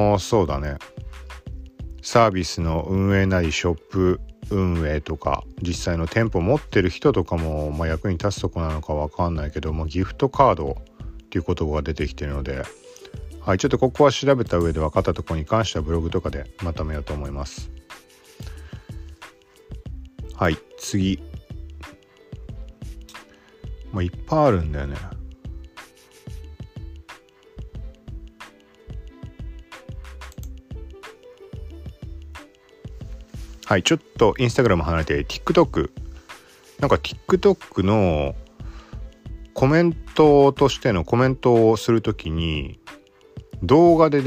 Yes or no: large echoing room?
no